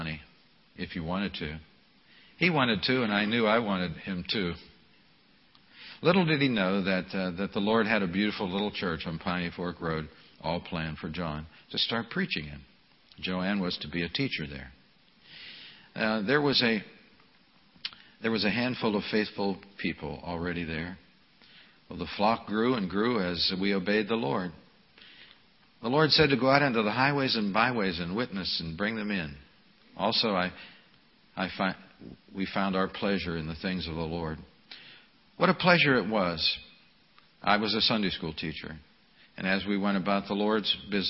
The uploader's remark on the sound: This message was delivered at the Memorial service